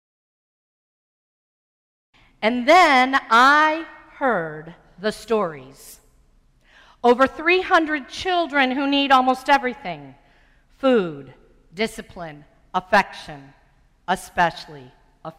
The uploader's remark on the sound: Sermon preached on Sunday, August 2, 2015. At First Presbyterian Church of Arlington Heights, Illinois.